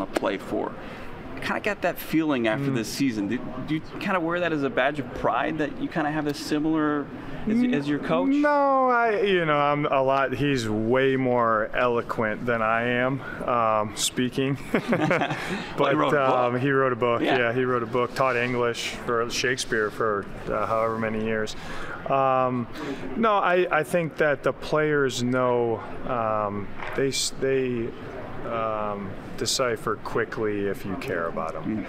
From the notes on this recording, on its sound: LIVE from the NFL Combine!